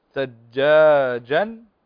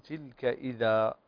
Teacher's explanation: يبدل التنوين ألفا عند الوقف · Term: مد العوض